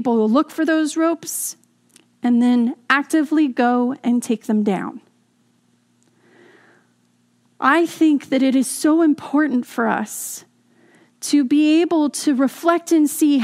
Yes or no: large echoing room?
yes